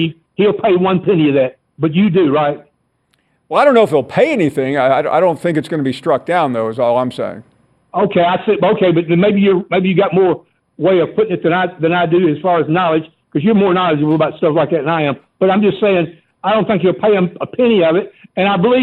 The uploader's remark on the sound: taking more of your phone calls